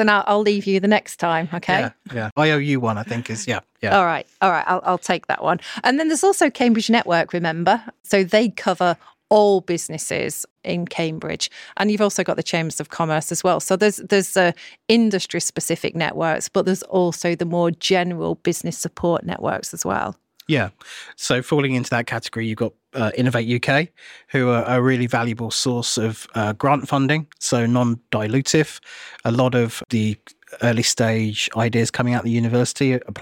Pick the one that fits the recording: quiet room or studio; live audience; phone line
quiet room or studio